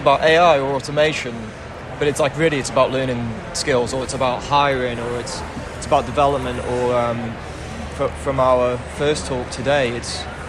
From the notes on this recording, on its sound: Live from the show in Las Vegas, looking at the sessions, themes and expo atmosphere through a future of work lens.